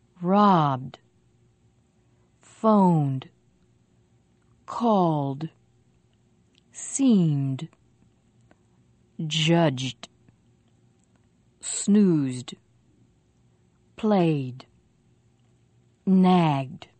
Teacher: notice the vowel before the voiced consonant is longer.